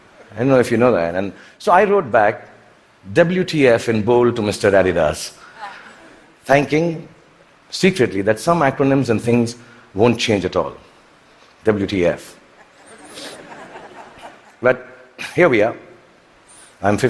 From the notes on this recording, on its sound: TED Talk at the Vancouver TED Conference in 2017.